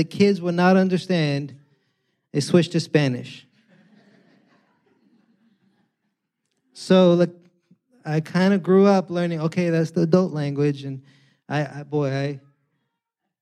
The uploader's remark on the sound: preached this Good Friday sermon on Friday, April 7th, 2023, at Catalyst Church San Diego.